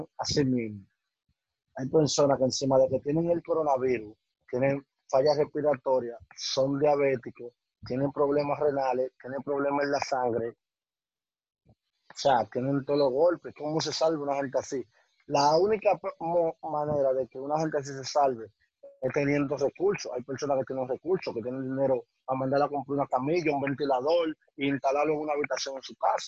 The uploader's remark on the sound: The audio is not the best.